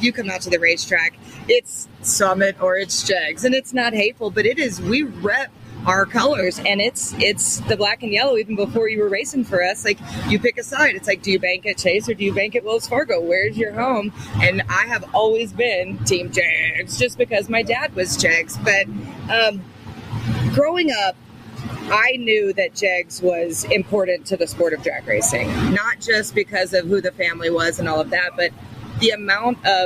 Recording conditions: busy venue